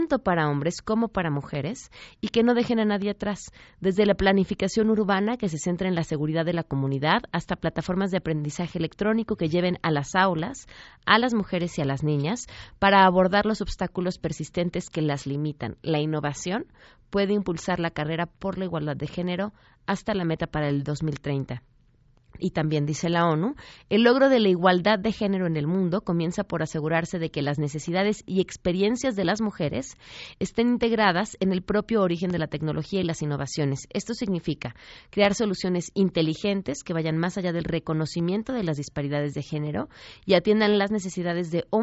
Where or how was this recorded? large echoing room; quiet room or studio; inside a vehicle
quiet room or studio